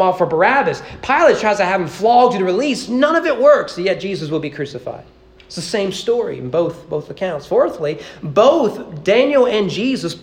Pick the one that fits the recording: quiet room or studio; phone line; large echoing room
large echoing room